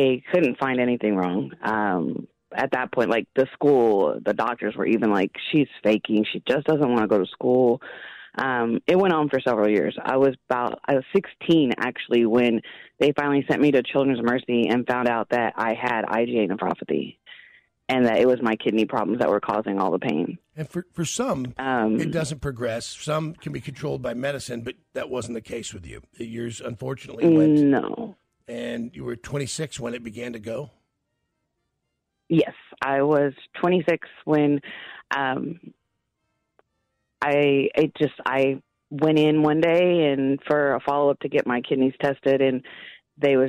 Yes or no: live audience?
no